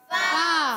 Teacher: فا کا مخرج اوپر والے دانتوں کے کنارے جب نیچے والے ہونٹ کے تر حصے سے لگتے ہیں تو ادا ہوتا ہے